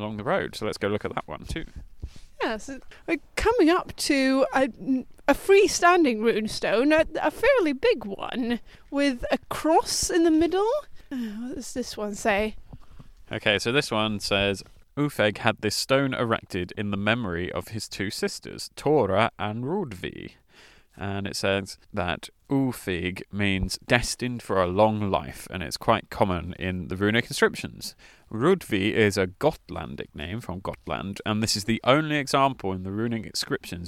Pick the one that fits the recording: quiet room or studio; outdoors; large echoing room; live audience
outdoors